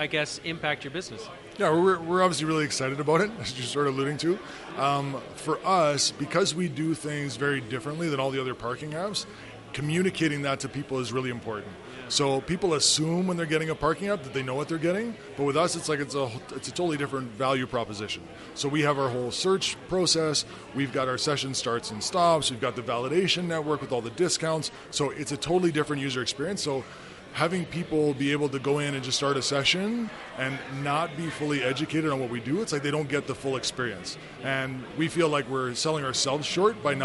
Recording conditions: busy venue